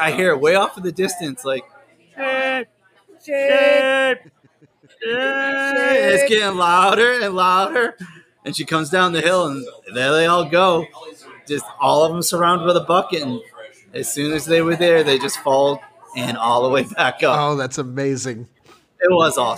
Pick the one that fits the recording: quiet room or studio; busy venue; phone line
busy venue